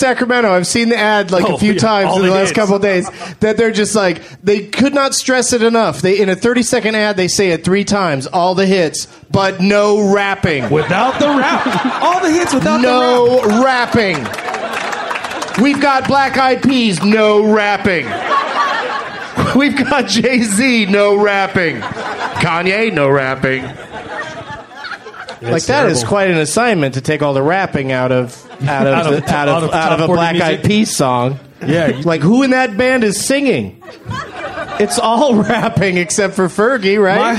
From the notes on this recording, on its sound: Recorded live at The Punch Line in Sacramento, California on January 16th, 2012.